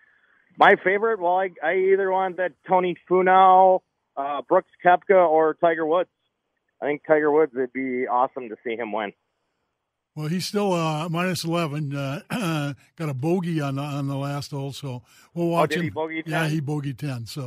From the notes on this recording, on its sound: The trio takes phone calls and text and talk all sports.